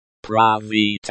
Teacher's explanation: The stress falls on the second syllable.